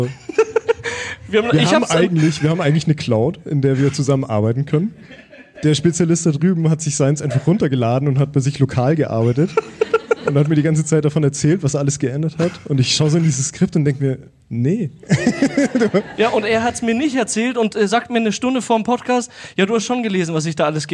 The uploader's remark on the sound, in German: Hatten wir unseren ersten Liveauftritt! Im Afterwork in Nürnberg hatten wir die Ehre, vor dem besten Publikum, in einer coolen Location und in der Gegenwart von tollen Unterstützer*innen eine Good News Folge aufzunehmen.